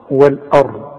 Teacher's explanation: وفخم للراء مع الضم